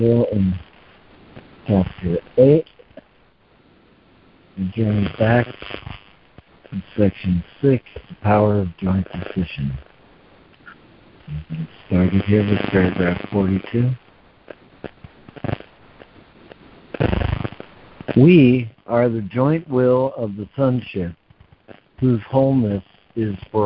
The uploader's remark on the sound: ACIM Daily Conference Call